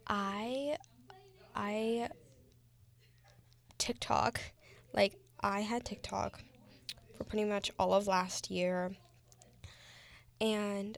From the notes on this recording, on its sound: There is some background noise, which unfortunately i wasn't aware.